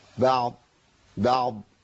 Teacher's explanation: انا عندي العين مرققة والضاد هي المفخمة